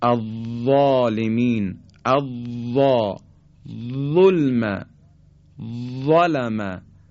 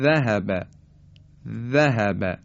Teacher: حرف وا به جهت اینکه سطح زبان ما به طرف کام بالا نزدیک میشه و پرحجم تلفظ میشه از ذال پرحجم تره. میگیم الظالمین، الظا، ظلم، ظلم، اما حرف ذال نازکتر ادا میشه به این شکل ذهب، ذهب.